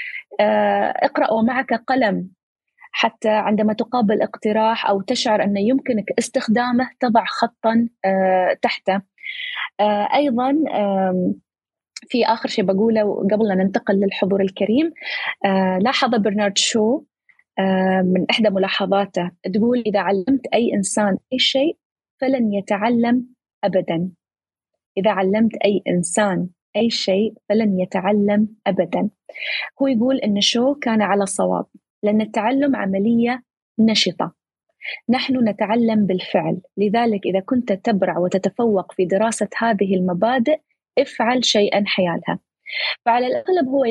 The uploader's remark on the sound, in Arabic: تسجيل لمساحة ابن رشد الأسبوعية على منصة تويتر